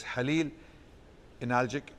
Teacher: His name was Halil Analjik, or Halil Analjik, but Kha is not pronounced in Turkish